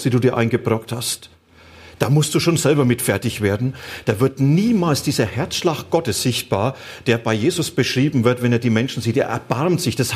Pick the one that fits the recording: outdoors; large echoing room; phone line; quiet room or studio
large echoing room